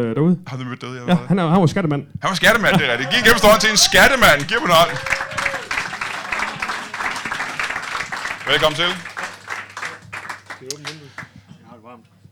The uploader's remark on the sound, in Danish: LIVE fra Hanstholm Madbar